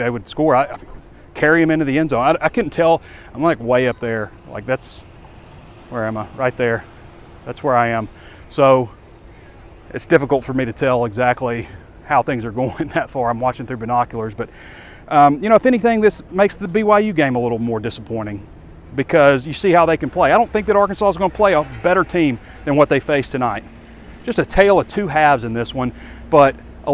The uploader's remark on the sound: WALK & TALK. Walks around Death Valley following Arkansas' heartbreaking 34-31 road loss to the LSU Tigers Saturday night.